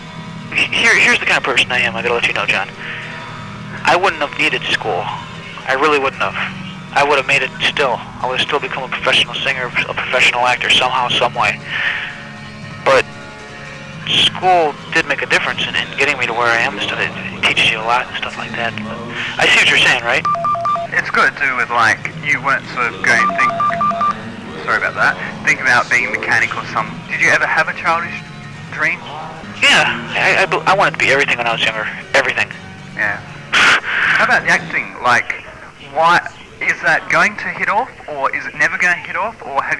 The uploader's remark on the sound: Audio quality is a shocker, due to tape-bleed from the only remaining copy of the interview.